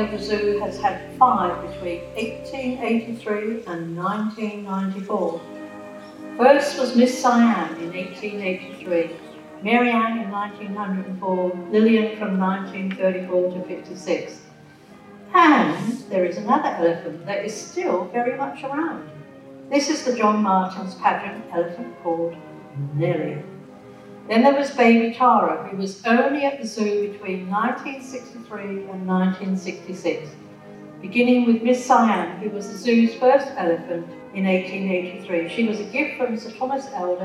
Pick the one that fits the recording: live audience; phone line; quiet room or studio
live audience